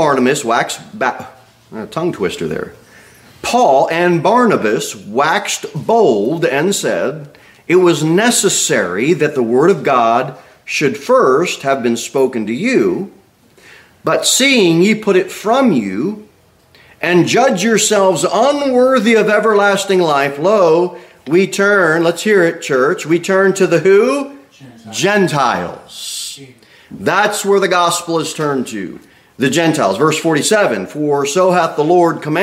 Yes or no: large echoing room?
yes